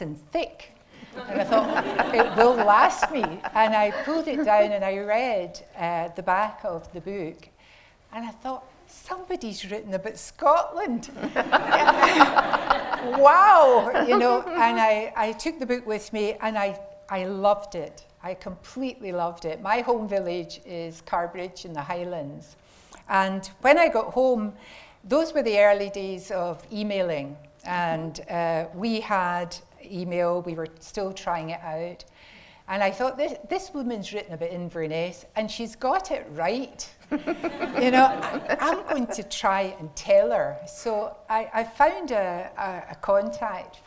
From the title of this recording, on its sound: in conversation at the National Museum of Scotland